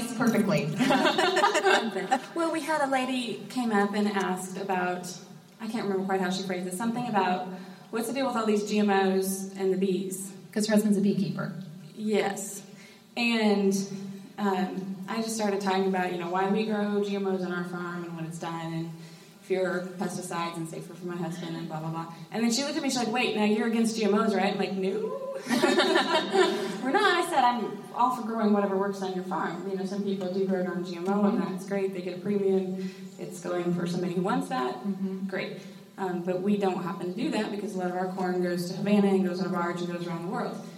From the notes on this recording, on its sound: Live at Women in Ag!